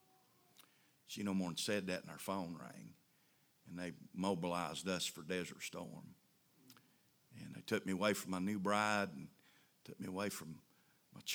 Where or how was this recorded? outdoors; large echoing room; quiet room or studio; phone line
large echoing room